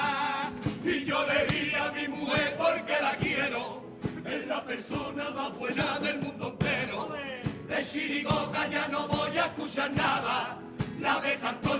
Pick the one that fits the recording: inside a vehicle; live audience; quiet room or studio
live audience